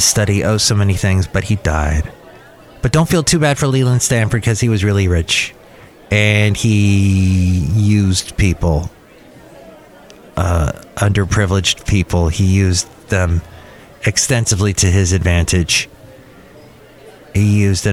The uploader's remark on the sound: podcasts live from Cafe Anyway